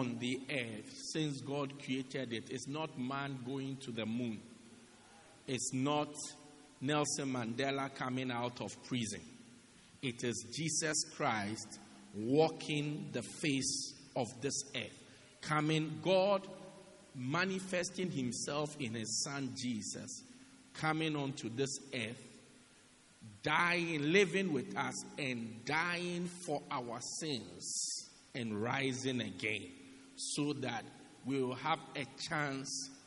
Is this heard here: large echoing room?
yes